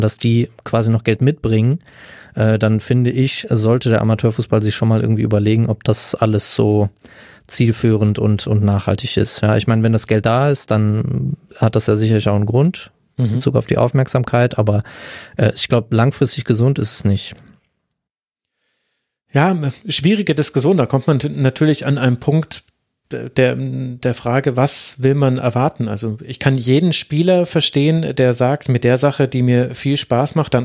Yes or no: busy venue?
no